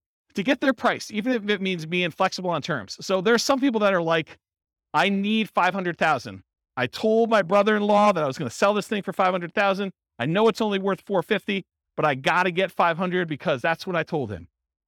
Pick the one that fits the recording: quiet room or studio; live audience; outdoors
live audience